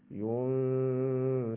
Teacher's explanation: غنة إخفاء نون ساكنة قبل الفاء